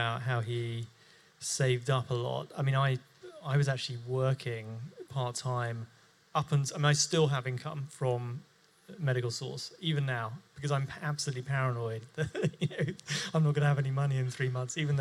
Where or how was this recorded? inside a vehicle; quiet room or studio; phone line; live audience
live audience